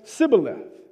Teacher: the dialect that Ephraim spoke, they didn't pronounce the H when they said Shibboleth, so they said Sibboleth, which was an obvious indicator that they were of Ephraim and they were not Gileadites.